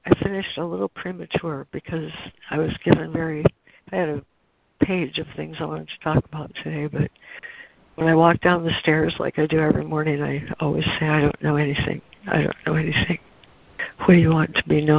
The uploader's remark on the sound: ACIM Daily Conference Call.